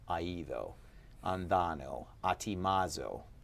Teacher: The accent in this present active indicative ends up coming like on the last syllable of the stem